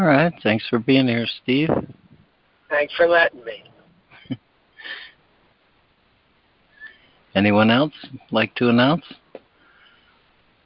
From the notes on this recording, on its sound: ACIM Daily Conference Call